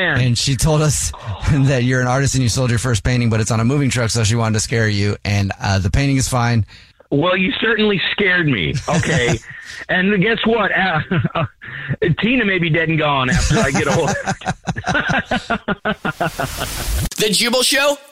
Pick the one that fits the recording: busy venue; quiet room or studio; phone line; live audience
phone line